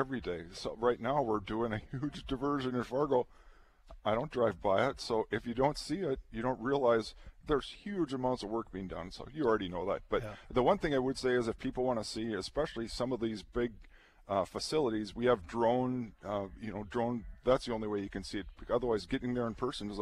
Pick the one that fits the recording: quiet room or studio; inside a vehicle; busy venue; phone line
busy venue